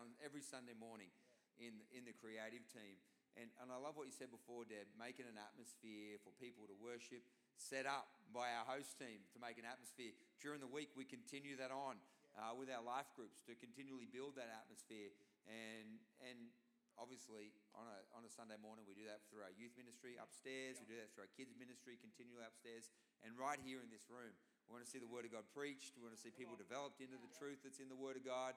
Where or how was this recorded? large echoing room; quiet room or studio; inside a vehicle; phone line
large echoing room